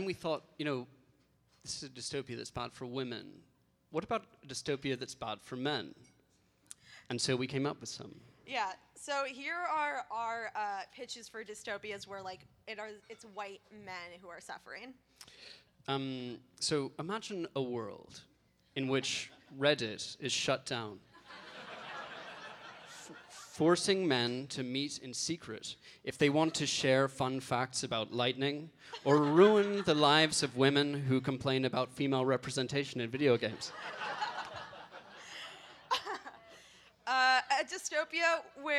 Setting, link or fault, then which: setting, live audience